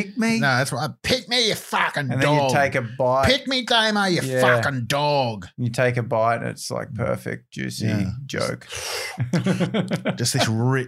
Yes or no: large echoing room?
no